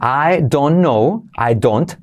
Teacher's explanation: en I don't know, I don't, la T también se omite